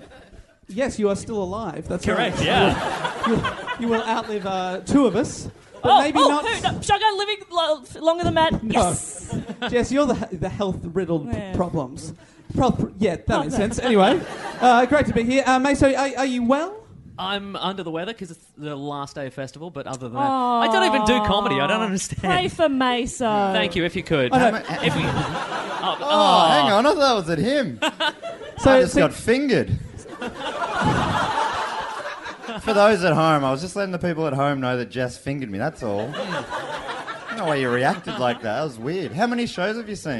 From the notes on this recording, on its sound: Our final episode recorded live at the Melbourne Comedy Festival.